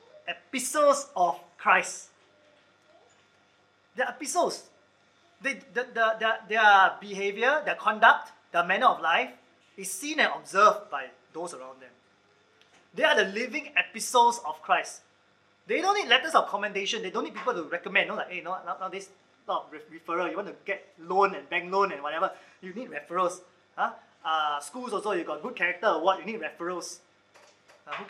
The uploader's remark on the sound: Recorded Live/Sermon